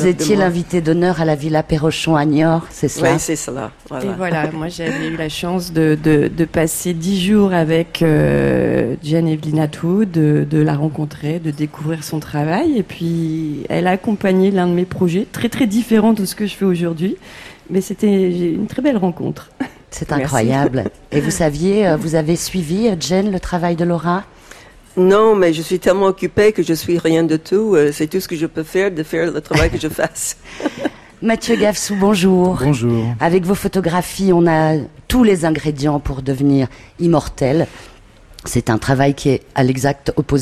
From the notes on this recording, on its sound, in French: Arles 2018, une émission enregistrée Cour du docteur Fanton